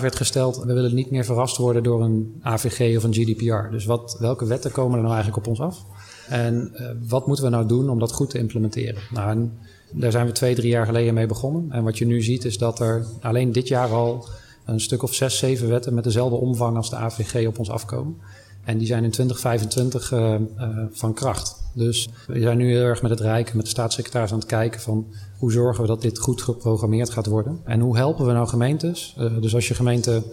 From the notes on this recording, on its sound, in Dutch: Een van de events op de Floriade Expo-terrein vond plaats op 24 augustus: het Floriade Hub Café. Een live-radioprogramma vanuit de Green Innovation Hub in The Natural Pavilion met muziek.